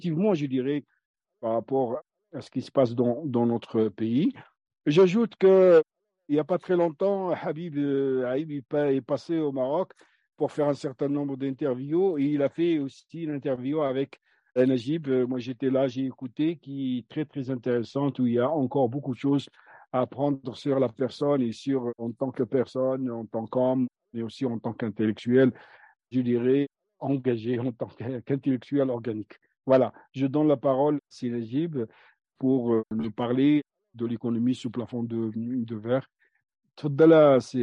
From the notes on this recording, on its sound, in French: Cet épisode a été enregistré le 06 mars 2023 via zoom par le Centre d'Études Maghrébines à Tunis ( CEMAT ).